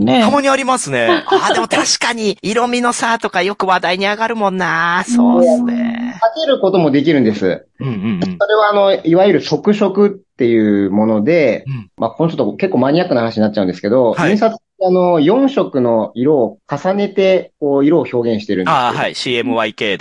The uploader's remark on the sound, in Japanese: 第472夜オンライン収録